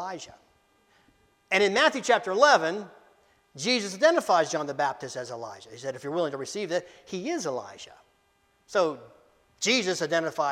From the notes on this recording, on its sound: Preached Dec 17, 2023 at Amity UCC in Meyersdale, PA.